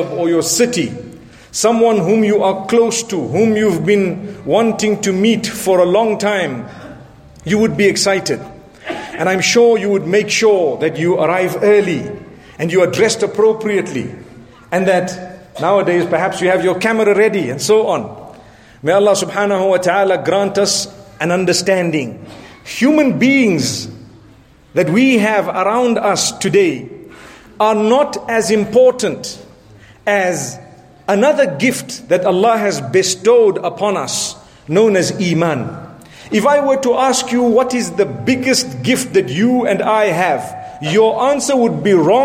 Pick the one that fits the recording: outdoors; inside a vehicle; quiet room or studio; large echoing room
large echoing room